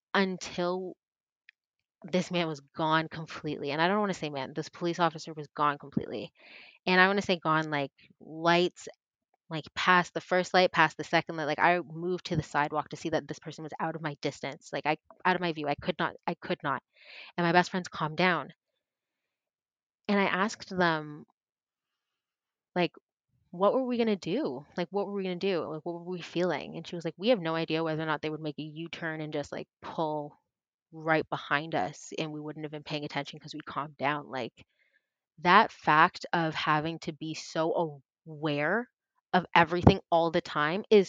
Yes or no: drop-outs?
yes